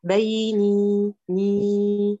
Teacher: إذا أقول بيني، أمد حركتين وبعد أمشي أقول وبين إخوتي · Term: المد الطبيعي